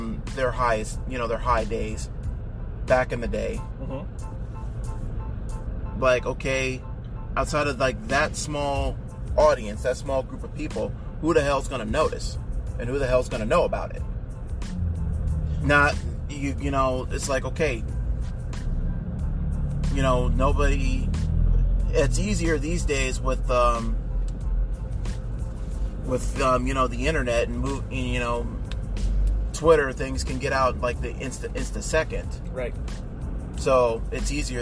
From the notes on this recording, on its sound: The Ride Home from CWFH. You sitting in the back seat listening as two big wrestling fans share their passion.